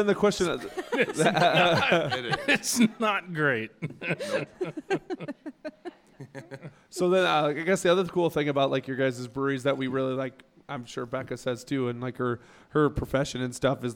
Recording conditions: live audience